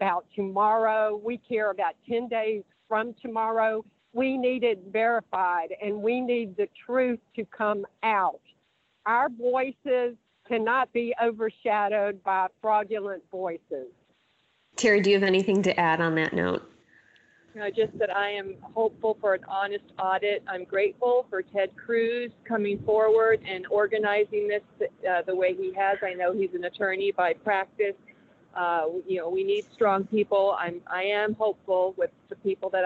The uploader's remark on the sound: Traveled on a bus up from Florida to join the event. Live from the bus.